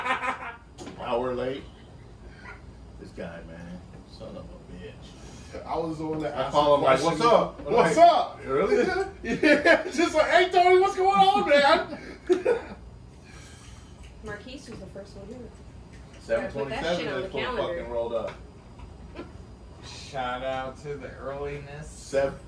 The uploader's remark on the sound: We have some nice new equipment, still learning...audio on this ep is not so good so we do apologize for that.